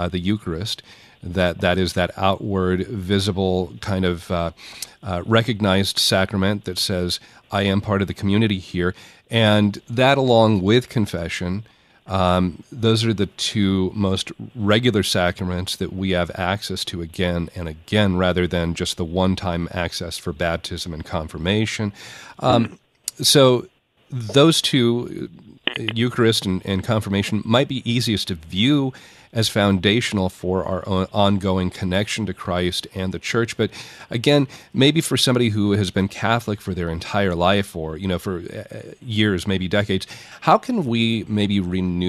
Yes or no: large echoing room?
no